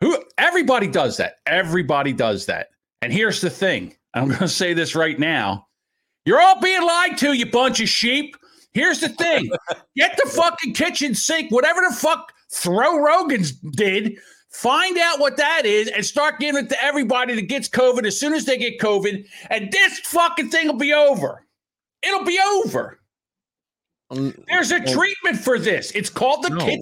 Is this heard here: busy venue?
no